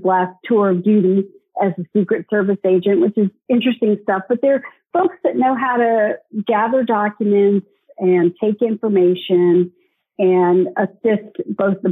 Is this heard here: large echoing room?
no